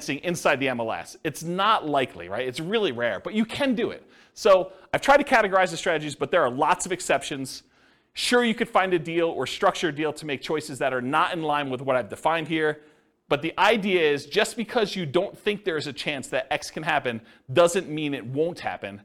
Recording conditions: live audience